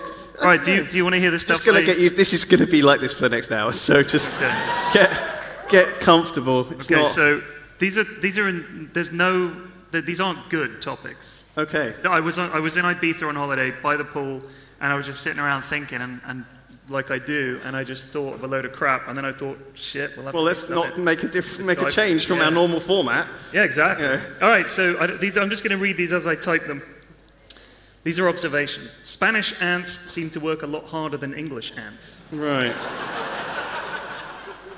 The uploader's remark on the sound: Live from YogCon